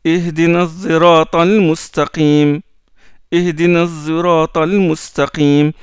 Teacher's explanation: c'est une prononciation intermédiaire entre le sad et le sin. · Term: ishmam